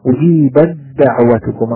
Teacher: أدغمت التاء في الدال، هذا هو المتجانسان